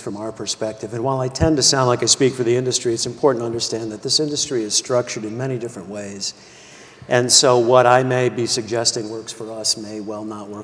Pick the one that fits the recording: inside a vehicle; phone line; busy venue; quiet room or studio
busy venue